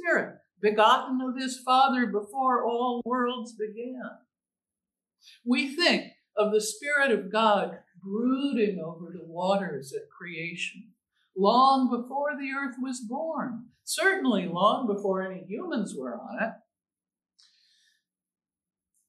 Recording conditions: large echoing room